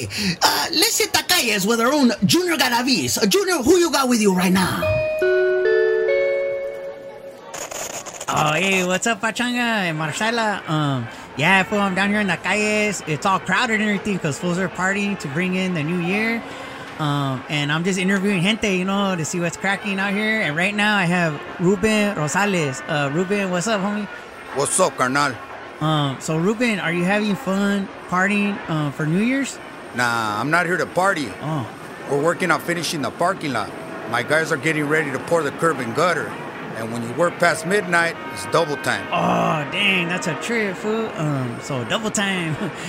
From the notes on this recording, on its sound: A New Year’s Eve celebration live from the Montebello Mall parking lot.